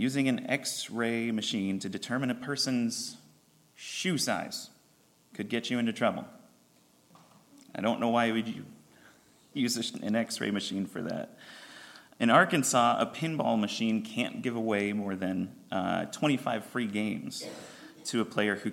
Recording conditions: large echoing room